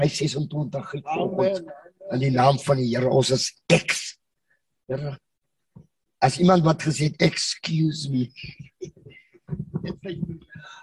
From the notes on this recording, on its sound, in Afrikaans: Manne van die Woord Zoom Byeenkoms 31 Mei 2022.